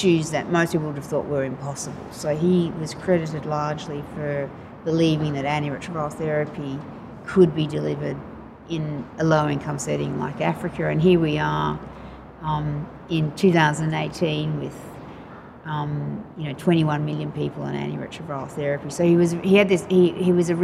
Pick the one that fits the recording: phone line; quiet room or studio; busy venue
busy venue